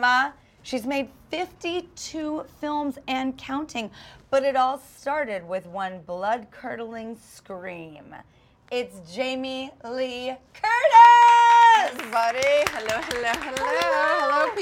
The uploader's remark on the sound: On location at New York Comic Con. A very special surprise call at the news desk.